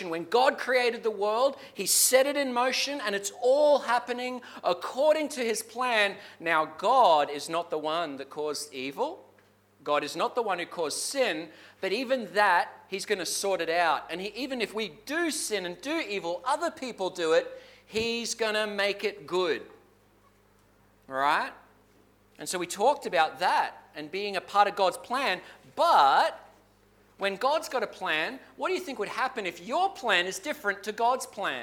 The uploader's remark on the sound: Clarence Valley Community Church. This sermon was preached at South Grafton and Maclean.